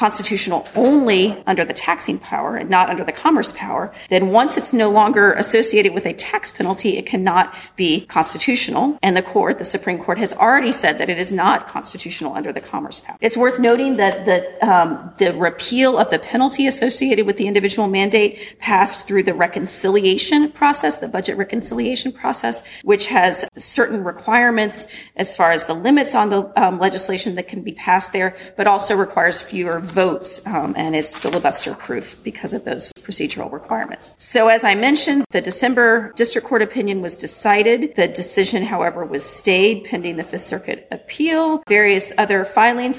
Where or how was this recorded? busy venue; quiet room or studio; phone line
busy venue